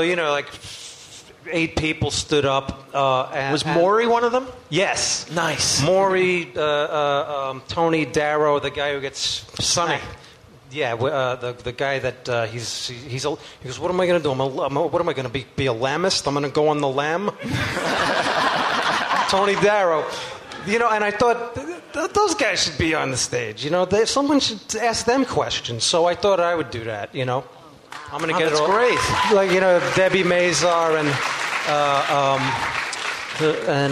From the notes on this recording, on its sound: Live from the Gramercy Theatre in New York City.